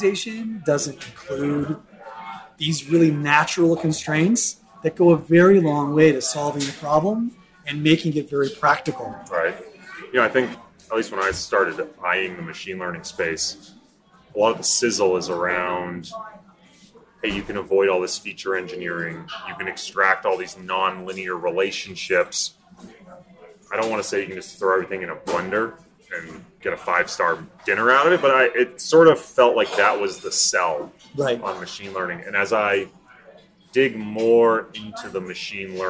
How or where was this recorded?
busy venue